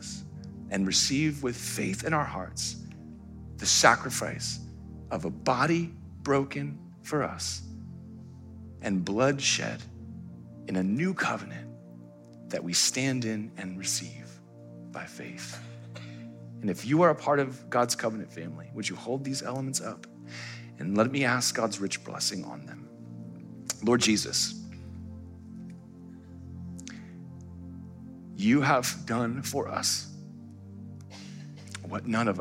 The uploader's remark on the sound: Live stream of our Good Friday Communion Service.